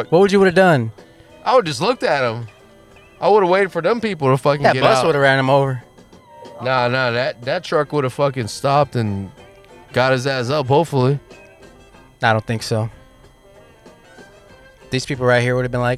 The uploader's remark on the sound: Live from the Equinox, in downtown Dallas. Sorry for the buzzing sound, pretty sure it was the power adapter we were using.